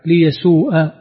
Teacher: وفتح الهمزة من غير مد بعدها